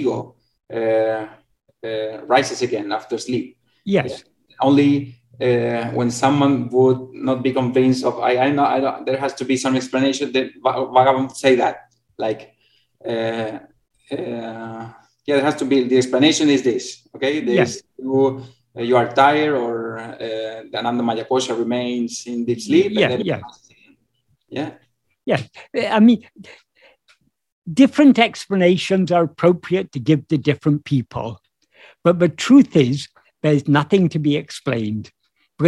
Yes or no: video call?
yes